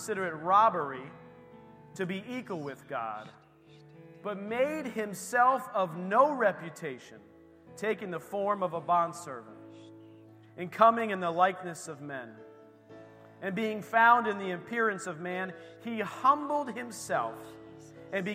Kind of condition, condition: setting, large echoing room